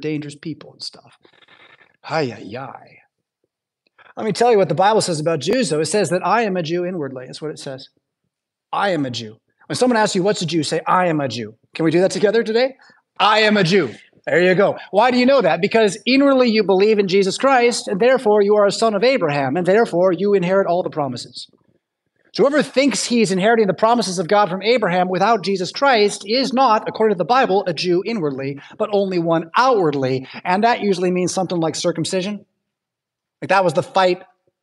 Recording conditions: large echoing room